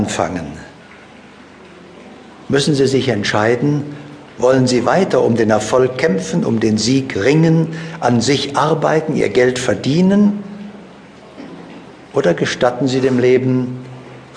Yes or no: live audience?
yes